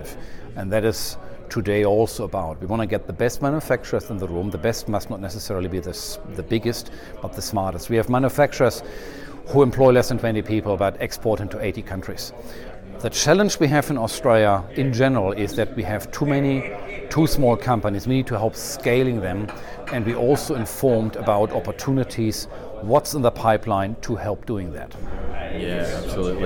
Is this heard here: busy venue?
yes